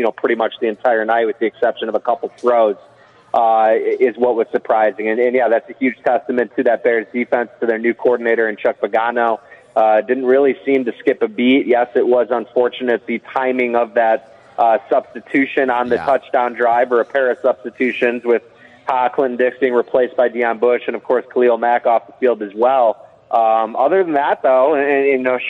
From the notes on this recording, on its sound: LIVE from Bannerman's Sports Grill